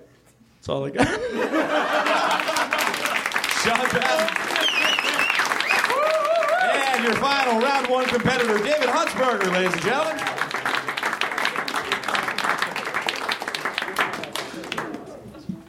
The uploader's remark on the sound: Recorded at the Nerdmelt Theater, July 15, 2013.